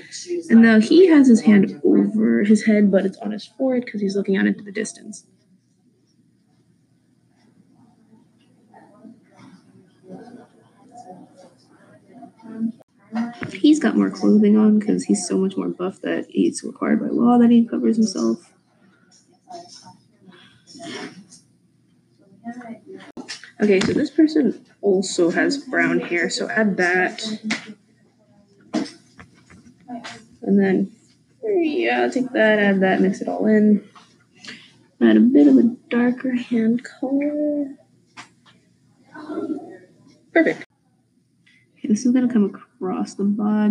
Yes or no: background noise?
yes